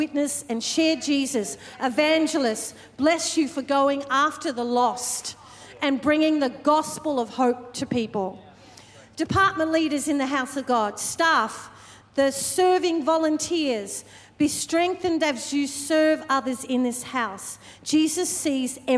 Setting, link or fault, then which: setting, large echoing room